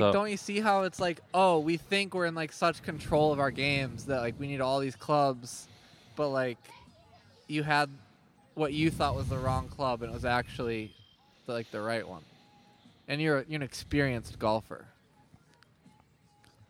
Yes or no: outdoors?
yes